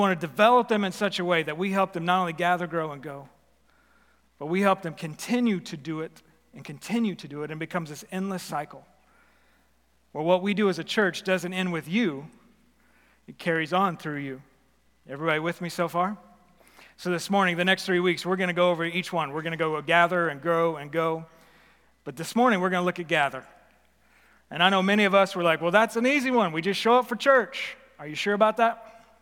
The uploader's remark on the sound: Recorded live at The Fellowship at Two Rivers on September 12, 2021.